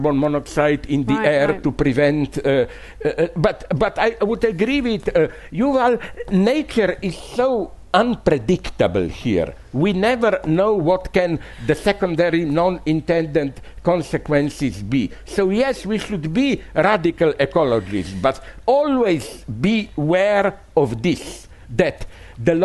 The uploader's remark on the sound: Was filmed on June 2, 2022 as part of the HowTheLightGetsIn Festival.